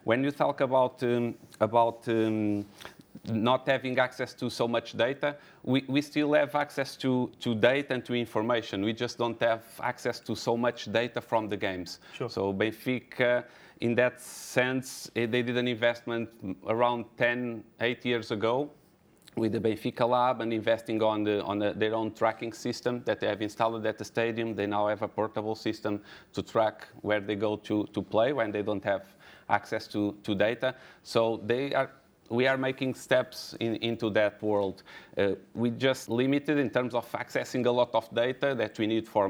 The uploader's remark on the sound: Recorded at the 2019 OptaPro Analytics Forum